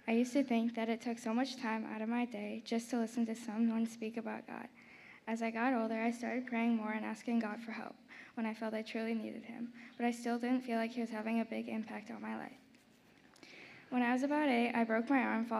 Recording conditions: large echoing room